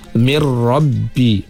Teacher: Kalimah min rabbi kita mesti baca dengan idgham, ha, berserta dengan ra yang tebal